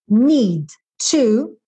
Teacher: D e T, sempre eu faço esse som uma vez só, porque D e T são muito próximos